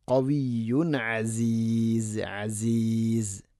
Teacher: തൻവീനു ശേഷം അയിന് ഇവ്ഹാർ ചെയ്യണം, വെളിവാക്കി ഉച്ചരിക്കണം